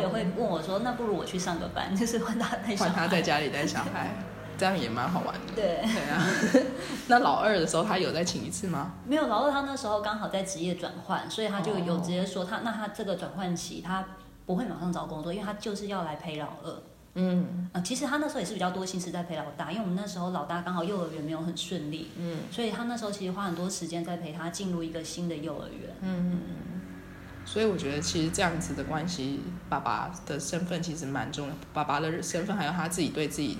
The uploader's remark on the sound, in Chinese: 在書店有一場快樂的對談。剪輯和錄音新手的我們花了一個多月的時間慢慢地整理剪接。